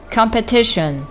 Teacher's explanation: 前面的 com 字母组合发的是一个 com 的音啊，然后重音在 tition 这块